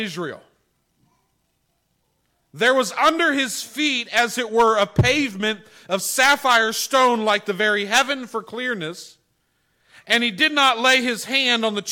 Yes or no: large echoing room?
yes